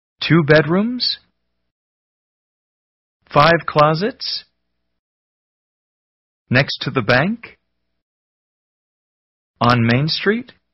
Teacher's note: Rising intonation to check understanding.